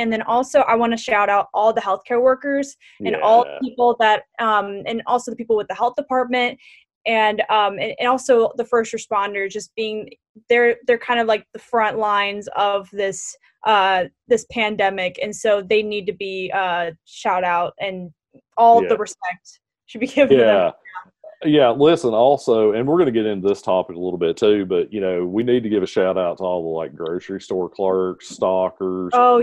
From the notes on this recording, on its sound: Meet via Zoom.